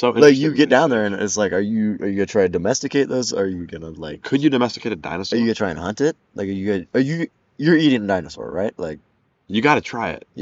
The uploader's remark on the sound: This was recorded outside so there may be wind.